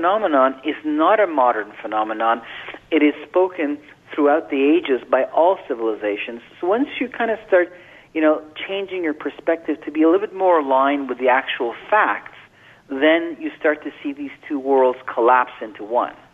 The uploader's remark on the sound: Open Phones